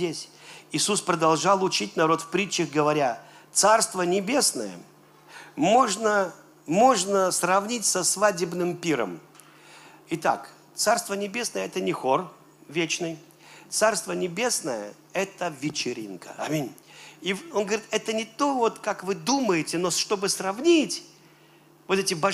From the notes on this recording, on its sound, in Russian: Запись с утреннего служения, ежегодной молодёжной конференции "Открытое Небо 2022.